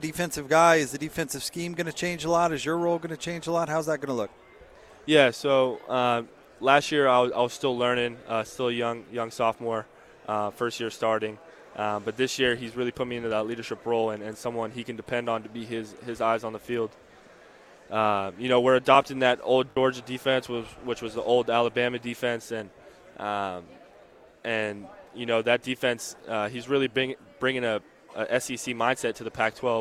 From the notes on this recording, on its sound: live from Pac-12 Media Day.